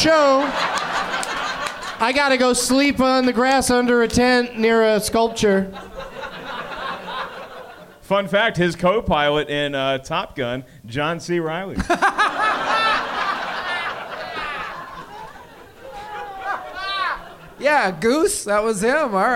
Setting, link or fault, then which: setting, live audience